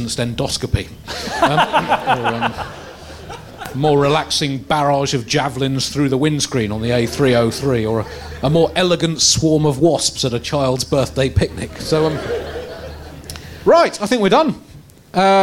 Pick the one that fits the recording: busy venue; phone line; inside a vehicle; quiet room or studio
busy venue